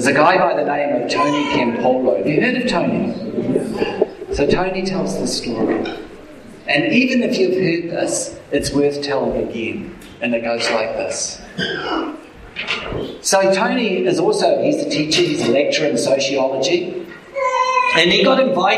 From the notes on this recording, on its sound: Apologies for the audio quality...